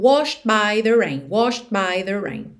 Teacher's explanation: depois do sh, sh, você já pode ir direto pro by.